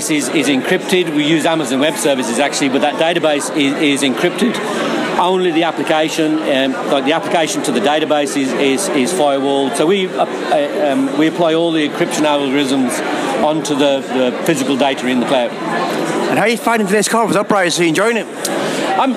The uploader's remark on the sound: at the recent Uprise Festival held in Dublin